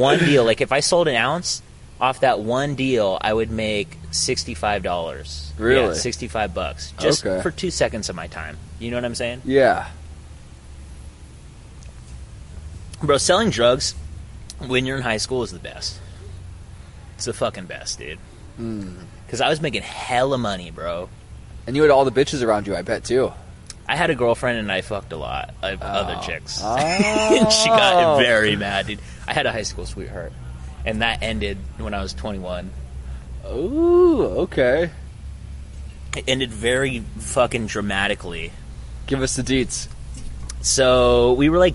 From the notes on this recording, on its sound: Recorded on CWU campus outside the SURC, sorry for the banging on the table